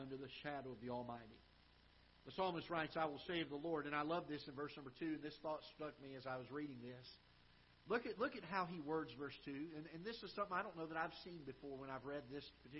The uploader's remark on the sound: Ketha Heights Baptist Church ~ Live Broadcast